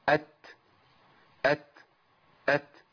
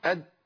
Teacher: أد، هتبقى دال. يعني لو وضعت صوت وما مشيتش نفس تبقى دال · Shown in: second take